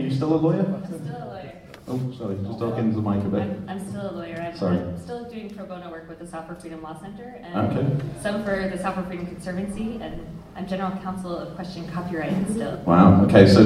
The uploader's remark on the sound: OGG Camp 11 Panel Discussion. Like every good panel Discussion, this all begins with questions from the floor.